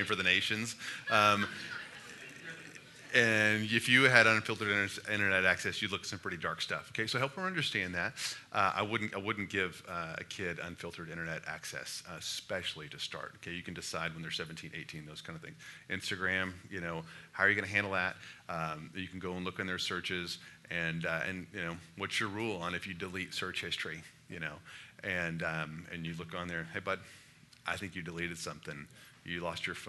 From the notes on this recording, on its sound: Listen to a live question and answer session, at the Watermark Fort Worth Campus.